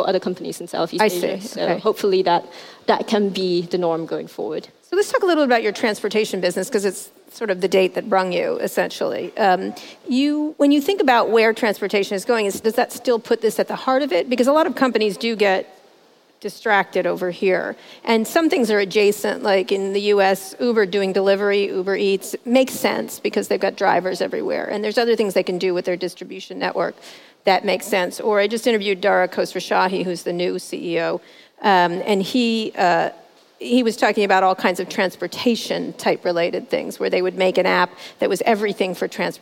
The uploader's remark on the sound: at the 2018 Rise conference in Hong Kong